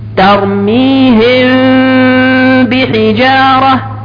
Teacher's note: وأرسل عليهم طيرا أبابيل، ترميهم بحجارة، هذا إخفاء، الميم الساكنة وقع بعدها باء، فهذا حكمه الإخفاء بغنة